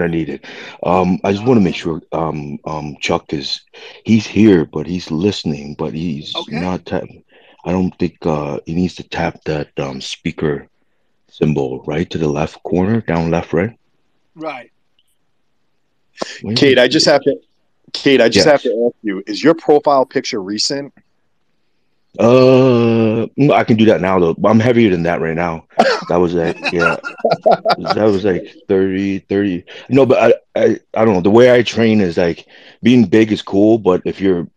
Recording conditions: video call